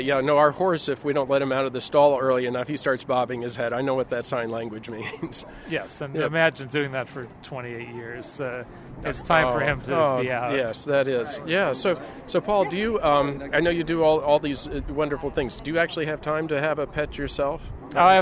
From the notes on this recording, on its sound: LIVE on The Red Carpet!